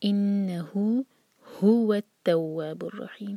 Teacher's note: اور آگے ایک نیا اگزامپل آ رہا ہے دومہ کے ساتھ جب مد صلہ صغرا ہوتا ہے، یہ ہے اِنَّهُ، ہو کی جو ضمیر ہے یہ ہے مد صلہ صغرا، اس کو دو حرکہ کھینچیں گے. اِنَّهُ هُوَ التَّوَّابُ الرَّحِيمُ، انشاءاللہ یہاں پہ زور دیں ہا پر، ہا کے دومہ پر.